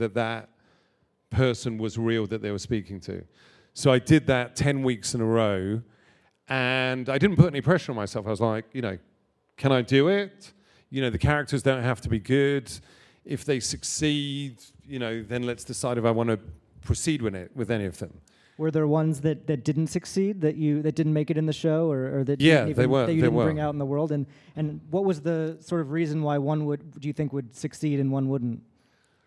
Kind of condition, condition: setting, live audience